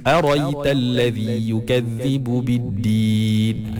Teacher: Okey, dan yang terakhir, yang keempat, bacaan Imam Al-Kisa'i, dia membuang hamzah tu. Hamzah yang lepas ra tu dibuang. So tak ada. Tak ada hamzah kat situ. · Term: hadaf